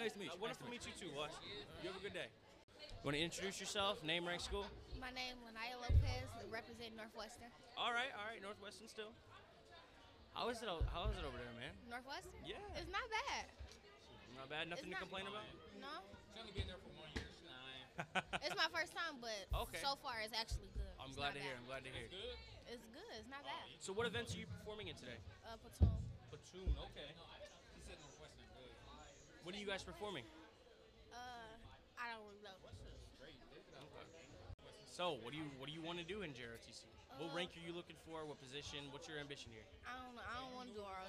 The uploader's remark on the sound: Live from the Michigan Drill Championship at Class Tech